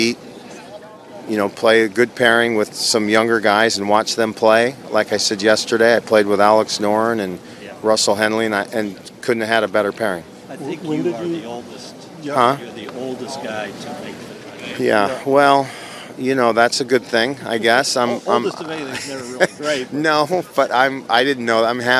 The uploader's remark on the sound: "LIVE" FROM THE MASTERS